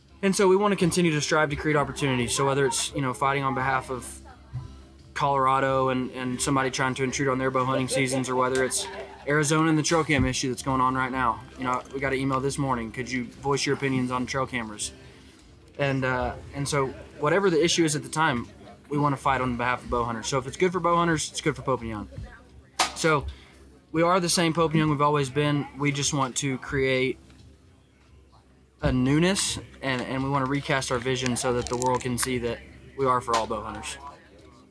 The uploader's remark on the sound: Mountain Archery Fest live episode. Live from Mountain Archery Fest.